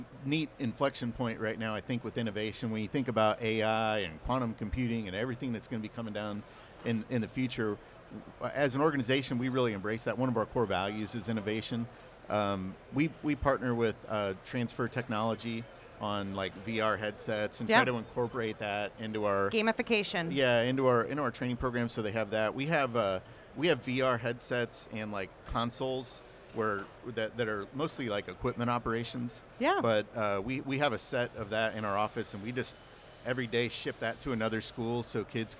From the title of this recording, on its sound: LIVE from The WWETT Show 2024